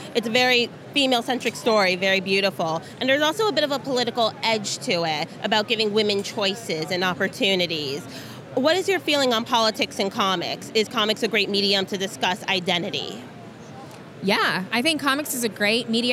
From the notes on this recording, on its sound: at New York City Comic Con 2017